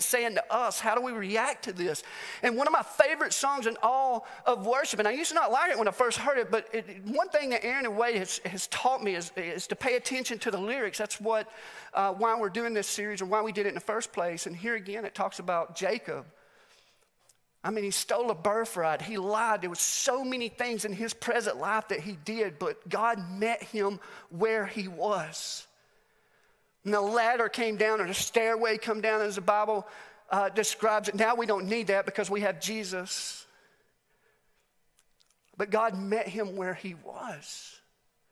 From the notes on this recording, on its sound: Message recorded live at The Fellowship at Mt Juliet.